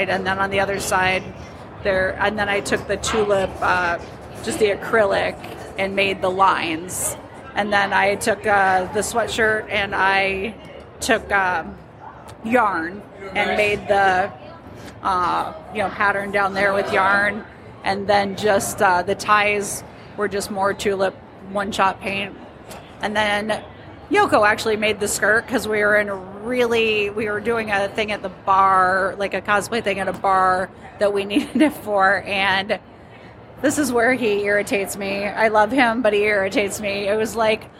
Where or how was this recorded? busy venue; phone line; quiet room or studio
busy venue